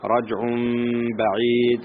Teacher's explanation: هنا الإقلاب قبل الباء مع الغنة